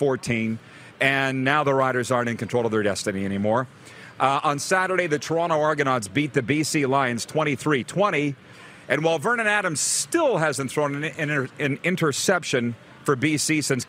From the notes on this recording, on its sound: LIVE AT THE POMPANO BEACH HOUSE IN FLORIDA!